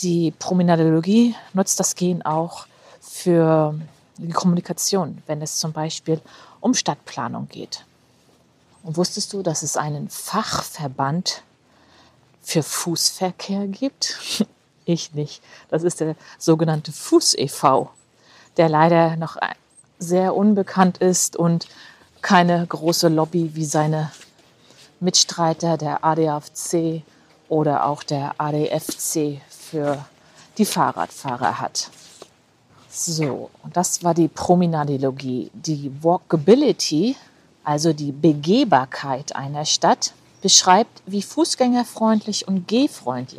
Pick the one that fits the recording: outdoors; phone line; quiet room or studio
outdoors